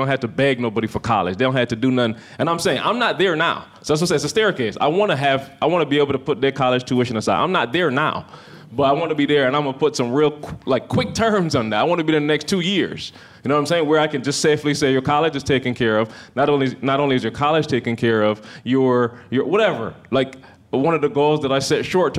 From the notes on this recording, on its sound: Participants of the ETA Game Changers Speakers Program got a chance to be the live audience for the guys. A great Q & A session with the audience.